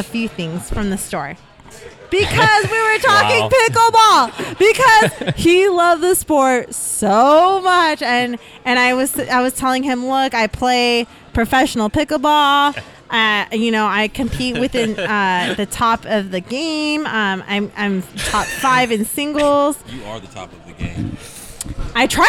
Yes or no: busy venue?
yes